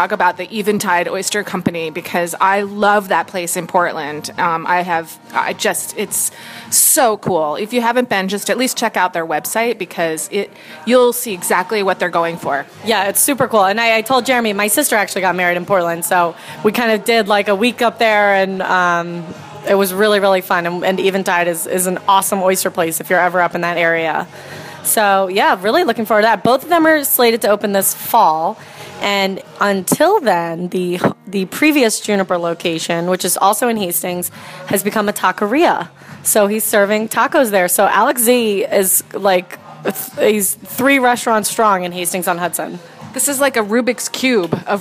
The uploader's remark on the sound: Recording from Ambulance Brew House in Nanuet